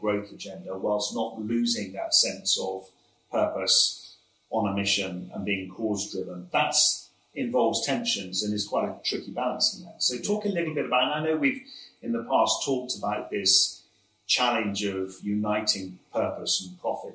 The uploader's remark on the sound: we apologise for the poor quality of this audio